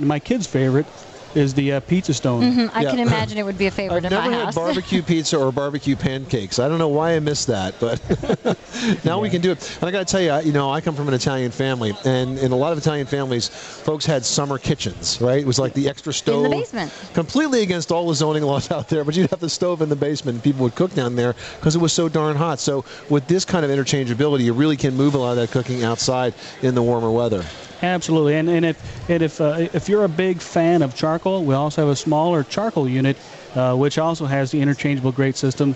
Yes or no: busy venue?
yes